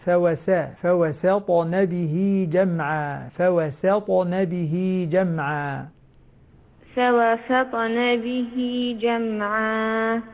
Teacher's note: لاحظ ترقيق السين قبل الطاء